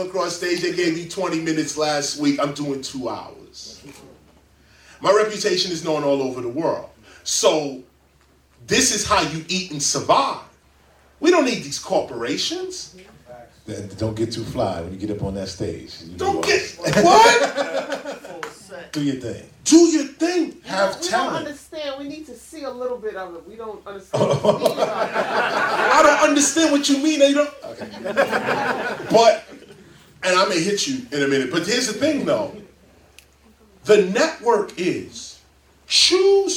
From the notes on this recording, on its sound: In front of a live audience at Queens Central Library.